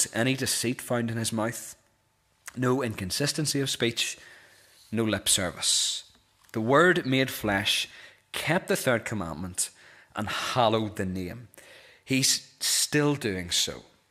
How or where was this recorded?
large echoing room